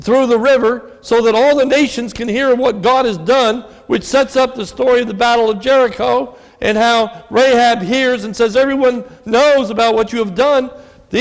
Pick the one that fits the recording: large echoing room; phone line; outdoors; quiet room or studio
large echoing room